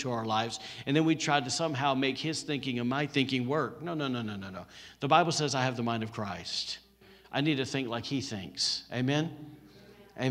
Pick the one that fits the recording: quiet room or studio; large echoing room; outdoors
large echoing room